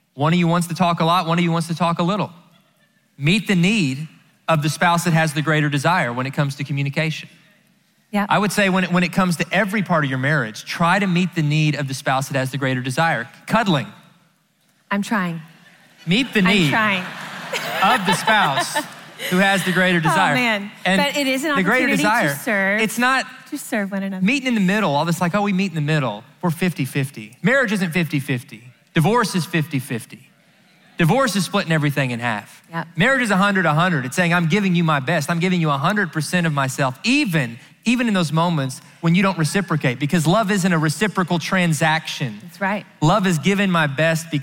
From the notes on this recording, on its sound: answer questions live at the XO Conference 2019